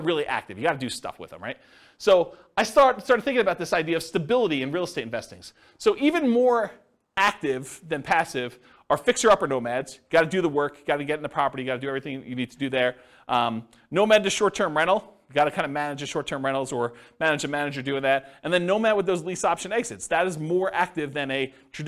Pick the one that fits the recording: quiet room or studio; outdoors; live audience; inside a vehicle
live audience